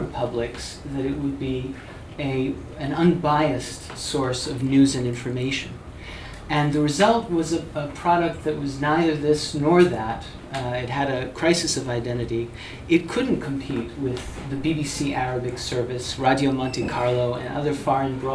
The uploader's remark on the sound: at the Foreign Policy Research Institute's monthly foreign policy salon in Manhattan